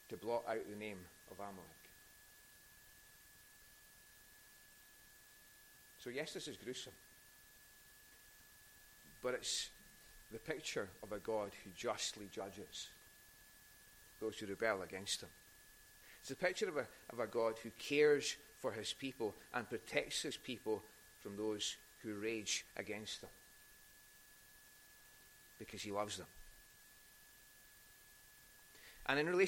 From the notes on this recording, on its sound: Recorded at North Harris Free Church on the evening of Sunday.